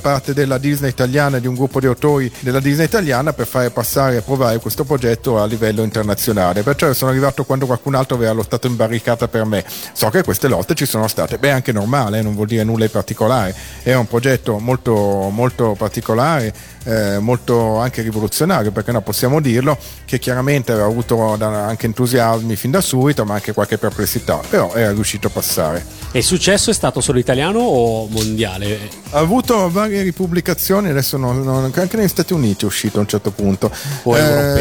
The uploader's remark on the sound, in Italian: Da Etna Comics 2012